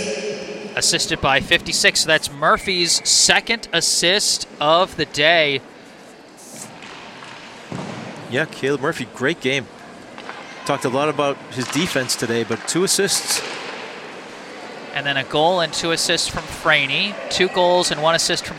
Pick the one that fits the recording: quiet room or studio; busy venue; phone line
busy venue